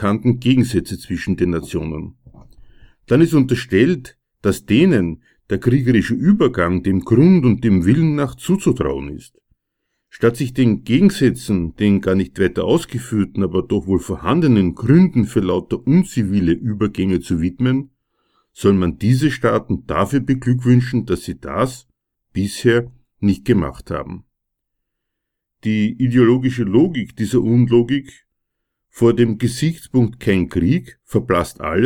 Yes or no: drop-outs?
no